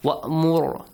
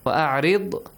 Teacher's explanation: Only the letter Ra has to be pronounced correctly. وَأْمُرْ heavily. وَأَعْرِضْ ri lightly.